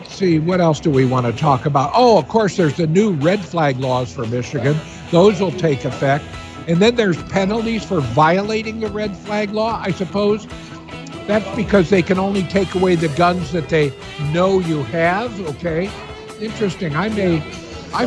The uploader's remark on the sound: at The Livingston County Family Readiness Emergency Expo in Howell MI in a live remote broadcast